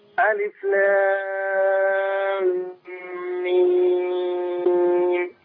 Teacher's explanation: لام تتمد سته وميم هتتمد سته وبينهم الغنه ألف لام ميم.